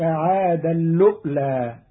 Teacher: قرأ قالون كلمتي عادا الأولى بإدغام التنوين في اللام مع همز محقق ساكن